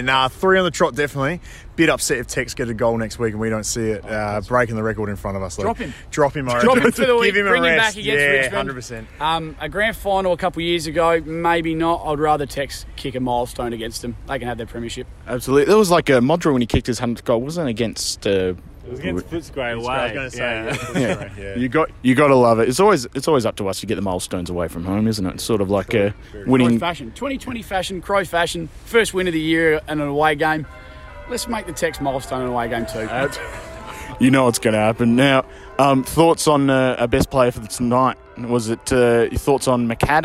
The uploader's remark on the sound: Post-Giants Walk & Talk.